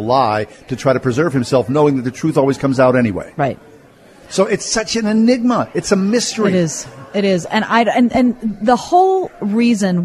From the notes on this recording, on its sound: Broadcast Live At The Grand Re-Opening of The Clifford E. Barbour Library at Pittsburgh Theological Seminary.